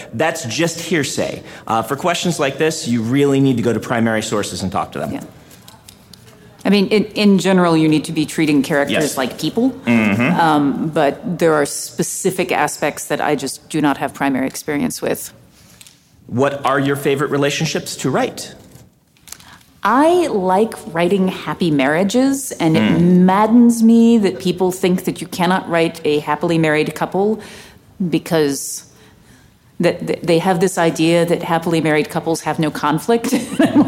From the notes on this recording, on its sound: Joined us at Phoenix Comic Con for a live-audience Q&A session about Elemental Relationship writing. This episode was recorded live at Phoenix Comic-Con.